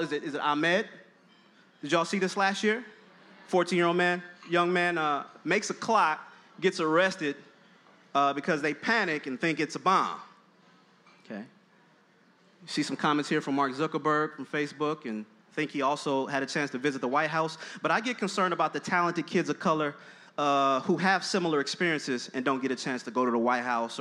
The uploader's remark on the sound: Achieve presented this special event where five past EDTalks speakers gathered in conversation. This special EDTalk event was live streamed from Icehouse in Minneapolis.